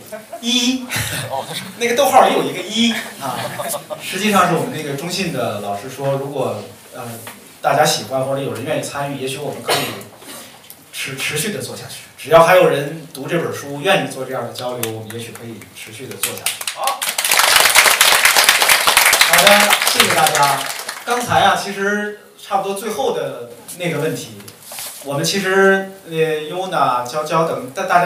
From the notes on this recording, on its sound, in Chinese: 同近百位在场的读者朋友谈了一些与广告创意业务、行业相关的问题。这是不久前《文案的自我修养》一书在北京建投书店举办的读者沙龙——「创意工人聊天会」的现场录音。到场的既有各路老朋友，也有来自各互联网公司、广告公司、创业工作的相关同行。